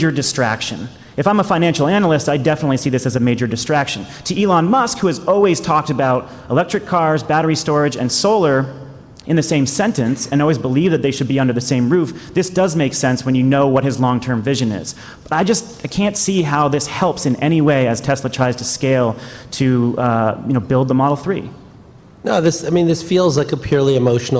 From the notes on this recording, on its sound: This week, we're coming live from GTM's Grid Edge World Forum.